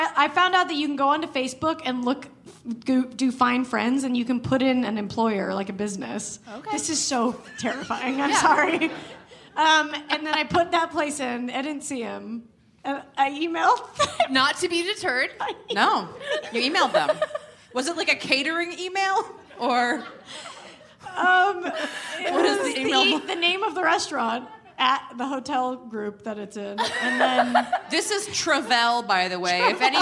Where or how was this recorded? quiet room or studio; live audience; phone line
live audience